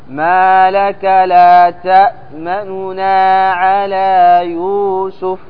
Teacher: ما يأتي بالضمة كاملة، وإنما يختزل منها ويختلس منها مقدار الثلث ويأتي بالباقي · Term: الاختلاس